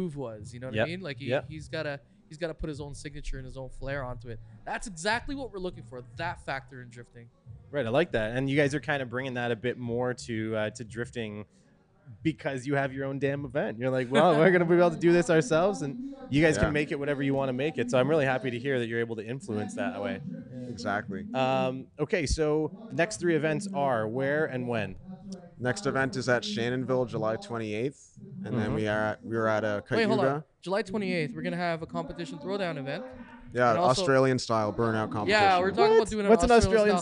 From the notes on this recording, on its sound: I'm live on location at Drift Jam